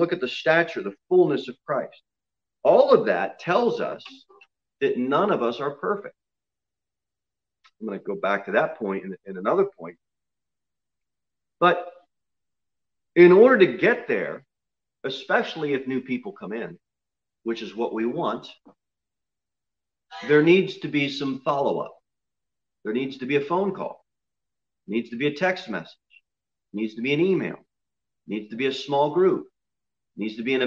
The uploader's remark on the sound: Sermon delivered at Pilgrim Baptist Church on Sunday, December 20, 2020, at 10 am. Jere Whitson Rd.